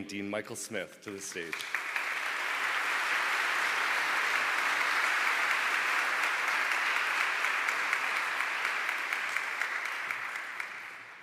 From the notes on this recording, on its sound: TED-style talks with two prominent faculty members for an audience of reunioning alumni